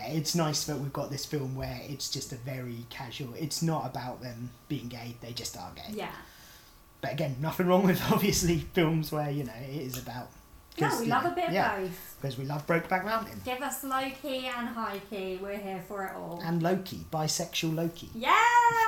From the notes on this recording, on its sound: This is our first ever podcast, so it's a work in progress - Apologies in advance for background noises, a bit of stuttering and voices getting weaker as we progress.